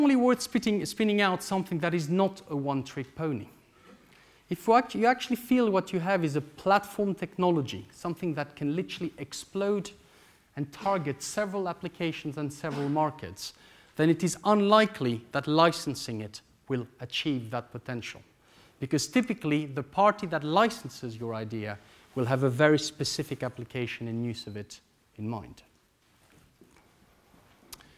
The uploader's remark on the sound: This lecture took place at the Saïd Business School, University of Oxford on October 14th, 2014.